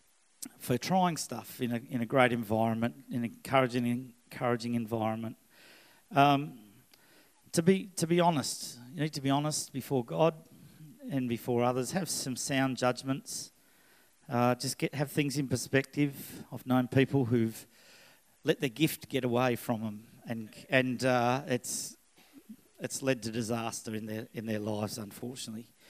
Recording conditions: live audience